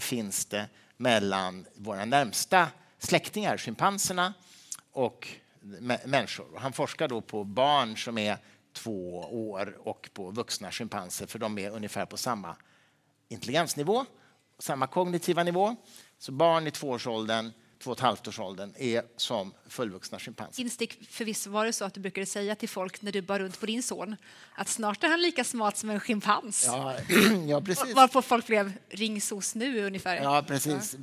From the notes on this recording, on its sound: Live talkshow. Cirkus.